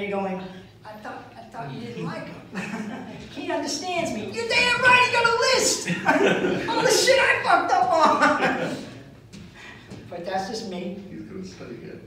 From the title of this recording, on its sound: Live at the MEG - Second Show